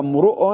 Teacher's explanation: قال إذا حركة الراء في امرئ تكون كحركة الهمزة بعدها، فتقول هذا امرؤ، ضممت الراء والهمزة بضم الراء